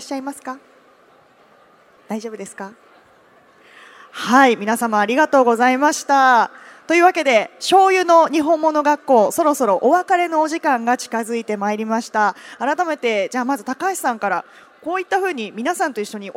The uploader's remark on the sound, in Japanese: CRAFT SAKE WEEK 2023 at ROPPONGI HILLSにて公開収録。